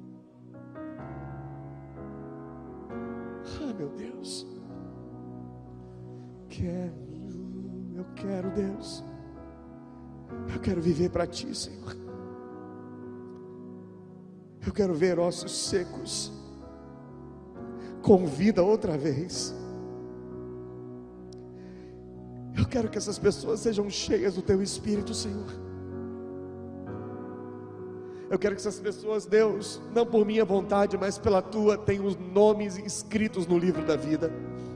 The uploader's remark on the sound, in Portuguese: Gravado ao vivo na igreja.